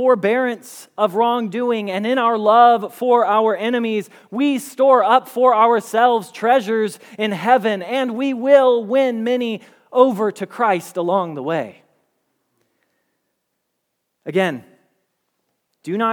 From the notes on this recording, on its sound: Message Preached at Valley Creek Church